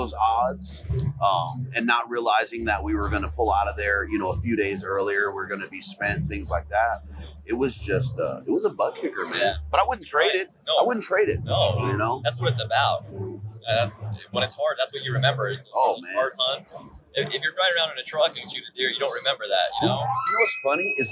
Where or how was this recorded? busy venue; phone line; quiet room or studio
busy venue